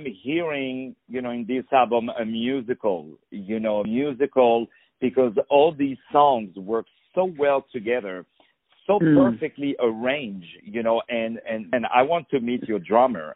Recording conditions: phone line